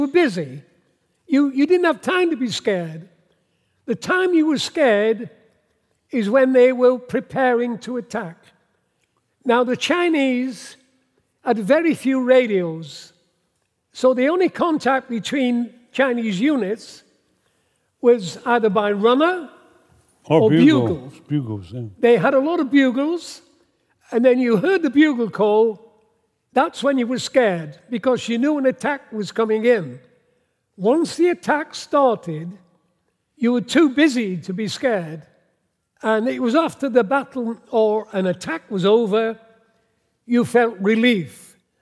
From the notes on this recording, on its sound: Taken from the 2021 Gloucester History Festival